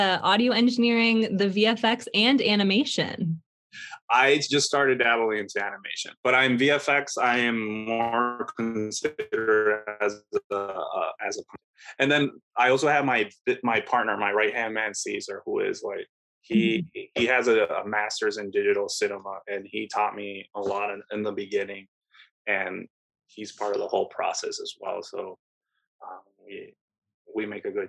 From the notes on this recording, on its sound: we sat down over Zoom